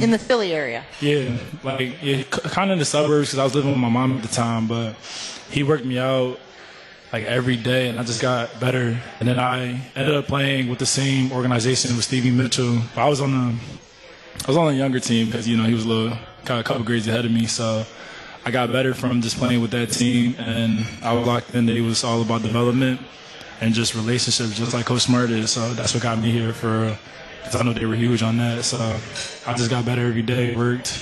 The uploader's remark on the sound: LIVE from MOTOR Bar & Restaurant